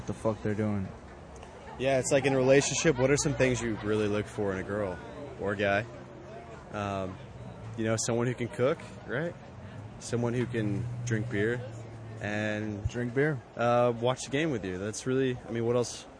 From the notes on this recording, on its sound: Uncle Billy's Brewery. We had a great time, very laid back atmosphere recording on the patio. On the last half hour of the show our french vagabond friend wandered through our recording and joined us to close out the show.